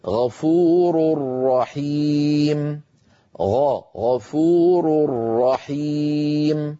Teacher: انظروا إلى التنوين فوق غفور، الضمة الأولى من التنوين تدل على أن الراء مضمومة، الضمة الثانية من تدل على أن الراء منونة، الراء في كلمة الرحيم مشددة، معناها أن الإدغام كامل ولم يبق من التنوين يعني من النون الساكنة شيء · Term: الإدغام الكامل